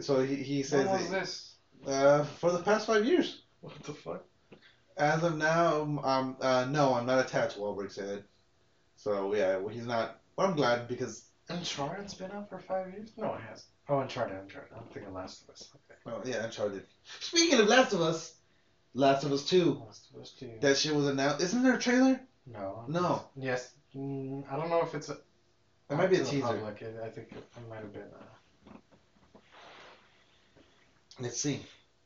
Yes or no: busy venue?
no